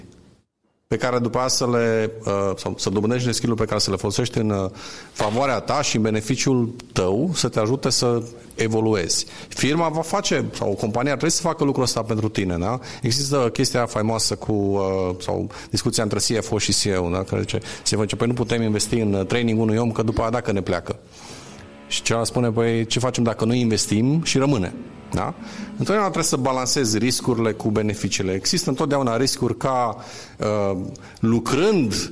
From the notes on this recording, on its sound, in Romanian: Episodul 26 a fost înregistrat la evenimentul Agile Mammoths Games - Casa de Agile ce a avut loc în Cluj-Napoca la inceputul lunii martie. Pentru episodul de azi am extras un fragment din discutia înregistrată.